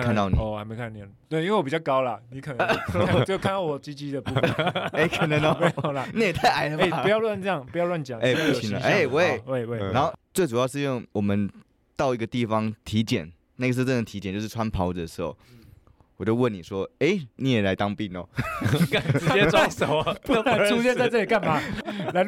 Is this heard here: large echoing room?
no